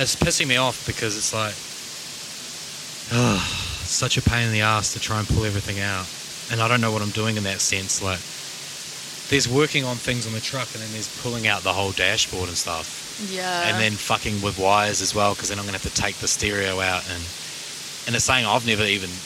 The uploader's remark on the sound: Bouncing over boulders we traverse through a river way for the perfect podcast setting (ambient sound involved). In the Blistering North Queensland heat we sit down to chat.